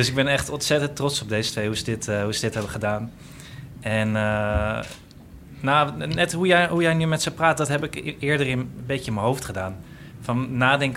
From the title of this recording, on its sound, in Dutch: vanaf het Nationale Podcastfestival